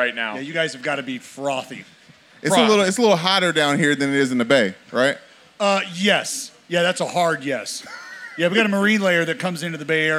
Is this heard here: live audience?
yes